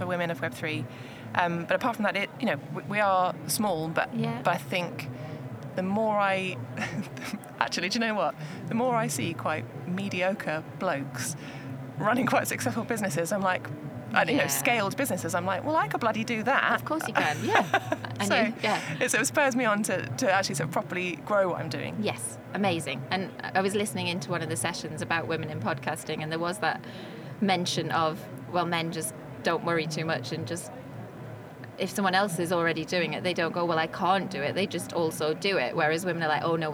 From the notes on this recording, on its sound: This episode was recorded on the Shure stand at The Podcast Show, London, on 24 May 2023.